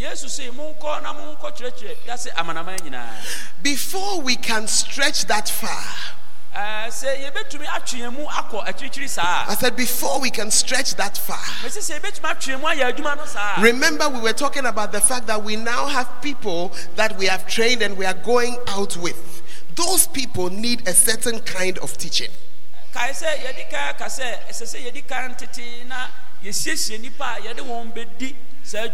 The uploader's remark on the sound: on Day 2 Evening at The Art of Evangelism Conference, CPIC-Dormaa Ahenkro